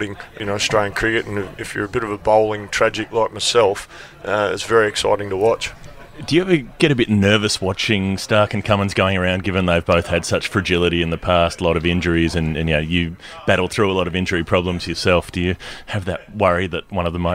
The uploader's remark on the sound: Recorded on the Adelaide Oval boundary edge at the day after the Ashes Test in 2017.